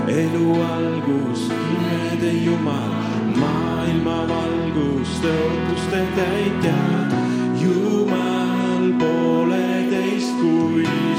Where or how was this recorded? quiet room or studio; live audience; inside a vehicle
live audience